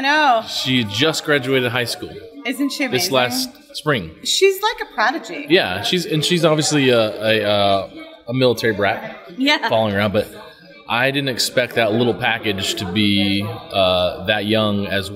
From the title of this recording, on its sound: Live From EsportsNext